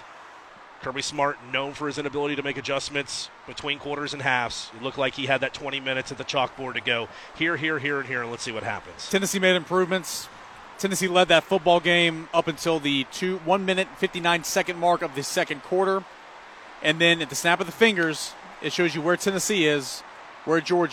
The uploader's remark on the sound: Recording from the rooftop of Toyota of Knoxville in West Knoxville on I-40